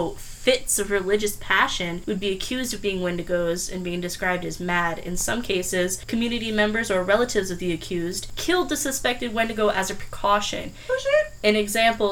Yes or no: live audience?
no